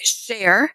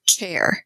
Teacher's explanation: We don't have the sh sound. Not at all. So we just transfer it into ch. · Shown in: second take